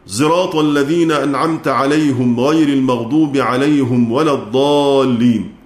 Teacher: ثم نعطف خلفا عن حمزة بالإشمام وضم الهاء في عليهم